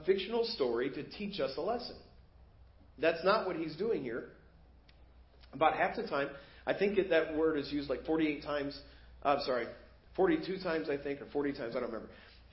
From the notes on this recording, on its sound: Preached at First Baptist Church of Hazel Park